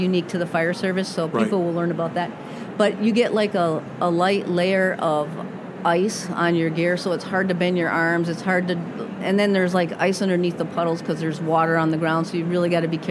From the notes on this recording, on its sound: This is another episode captured at the American Library Association's annual conference in Chicago.